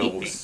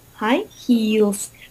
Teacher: А когда я говорю про каблуки, я должна сказать high heels. То есть губы натягиваются в улыбке, это длинный «и». · Shown in: second take